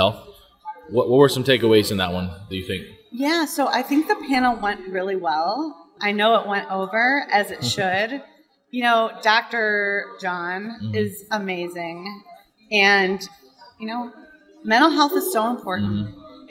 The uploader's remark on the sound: Live From EsportsNext